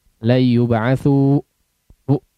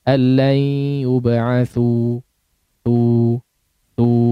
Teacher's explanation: jangan terkesan ada hamzah di akhirnya · Shown in: second take · yub'atsu tu ada e, ya ada, ada ditutup itu apa pangkal tenggorokan atau pita suaranya ditutup, jangan, nanti jadi ada hamzah la yub'atsu bu, tidak, tapi lepaskan saja, habiskan di udara la yub'atsu tu tu. · Term: mad tabi'i